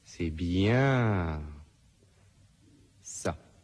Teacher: Un accent mis sur bien, un étirement. Bien. Et un suspens avant que ça arrive.